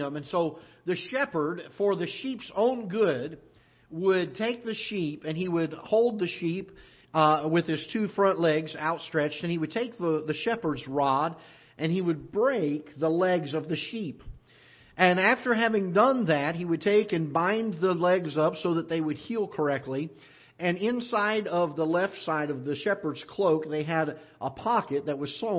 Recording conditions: large echoing room